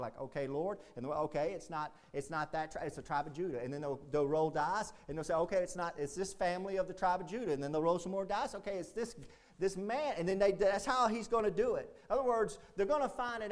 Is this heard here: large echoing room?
yes